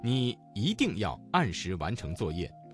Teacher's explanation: 一定这个词当中的一在四声之前，它的读音就变成了二声